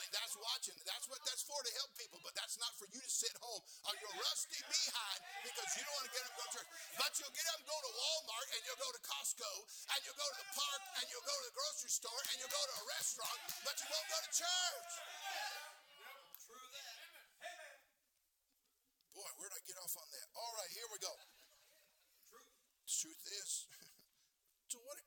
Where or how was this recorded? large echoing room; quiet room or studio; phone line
large echoing room